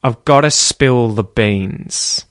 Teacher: So, got to, spill, and beans are all important words